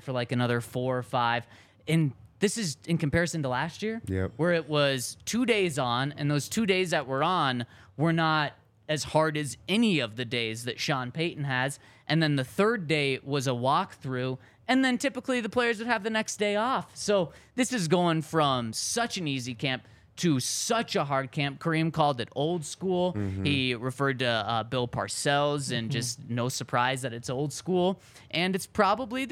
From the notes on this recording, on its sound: coming to you LIVE from the DNVR Bar